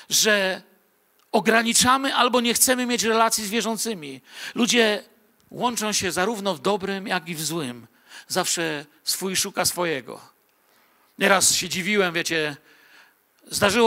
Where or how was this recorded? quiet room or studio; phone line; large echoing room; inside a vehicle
large echoing room